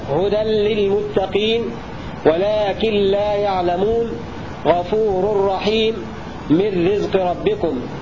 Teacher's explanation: اتفق القراء السبعة على إدغام النون الساكنة والتنوين بلا غنة في اللام والراء · Term: إدغام بغير غنة